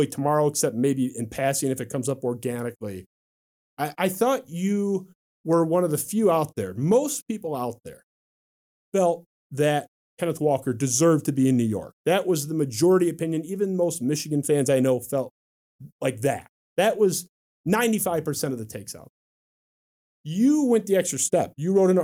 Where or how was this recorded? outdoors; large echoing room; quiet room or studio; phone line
quiet room or studio